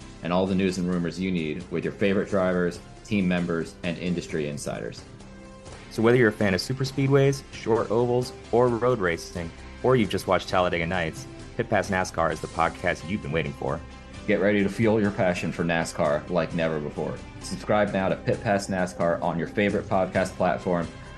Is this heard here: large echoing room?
no